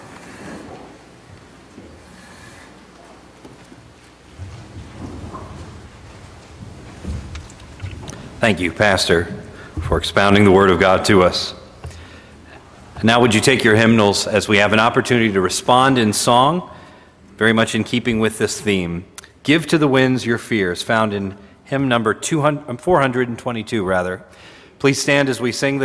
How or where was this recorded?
large echoing room